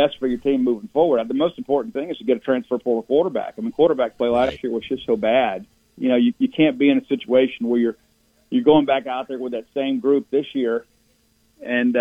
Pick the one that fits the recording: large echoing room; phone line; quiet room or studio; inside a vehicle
phone line